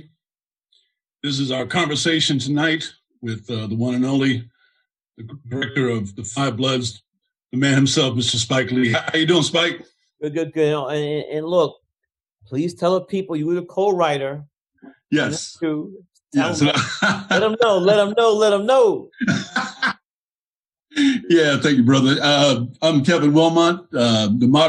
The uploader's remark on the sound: in a spoiler-filled virtual Q&A